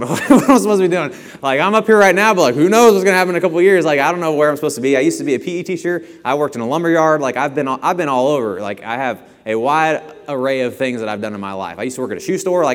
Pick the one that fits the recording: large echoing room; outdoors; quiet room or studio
large echoing room